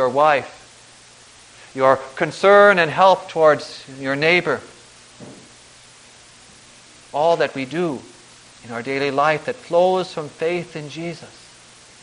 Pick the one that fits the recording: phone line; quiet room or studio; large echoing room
large echoing room